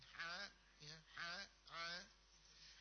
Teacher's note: huruf ain dan huruf ha kan makhrajul hurufnya di tengah tenggorokan, maka membacanya kasih sempit ke sana saja gitu tenggorokan